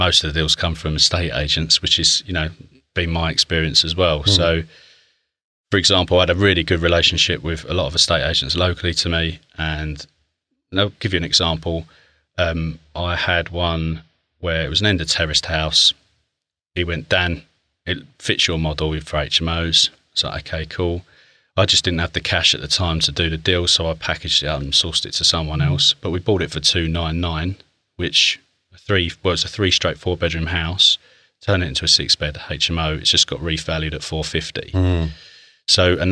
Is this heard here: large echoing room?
no